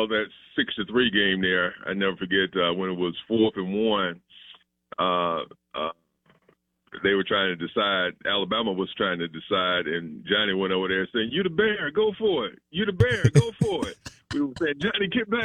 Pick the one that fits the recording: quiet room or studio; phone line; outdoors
phone line